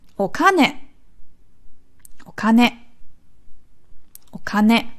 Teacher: Betonung ist auf dem Ka. Okane. Das E ist noch so ein bisschen dabei. · Also nie das O betonen, sondern das, was danach kommt. Also nicht O-Kane, sondern O-Ha-Ha.